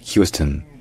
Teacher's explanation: Et enfin, le stone en fait se dit stone, c'est-à-dire que le O devient un schwa, une voyelle neutre, qui en fait est à peine prononcée, parce que l'accent tonique est sur la première syllabe